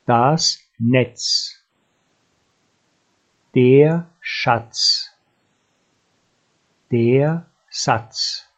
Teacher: Die Buchstaben TZ spricht man beide aus und den Vokal davor kurz und etwas betont.